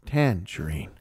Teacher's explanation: put that emphasis, hard emphasis on that first syllable, and you are Southern